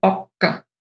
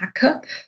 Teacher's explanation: Also das kurze A im Alemannischen bleibt eben ein kurzes, sogenanntes helles A. · Shown in: second take